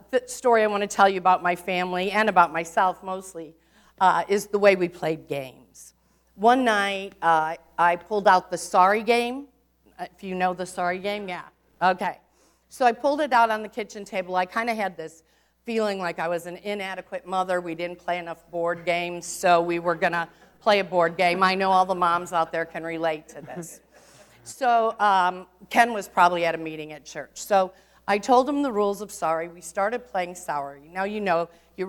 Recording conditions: large echoing room